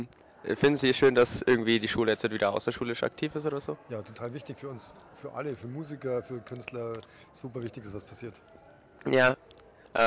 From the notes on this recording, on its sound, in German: Live vor Ort von den Theateraufführungen im Langhaussaal berichtet. Vorwarnung: Übersteuerung, lieber nicht mit Kopfhörern anhören.